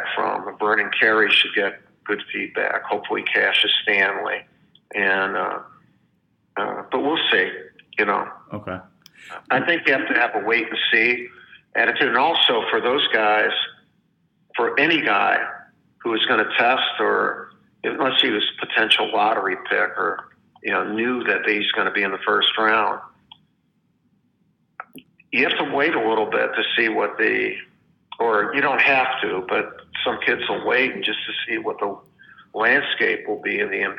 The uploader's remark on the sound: spoke over the phone